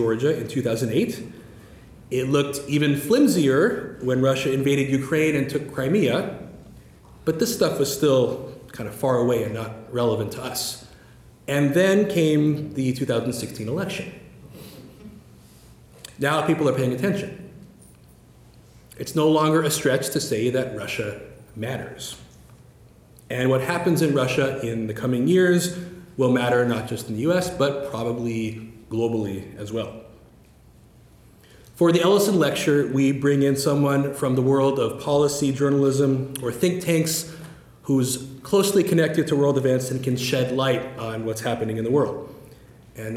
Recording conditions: large echoing room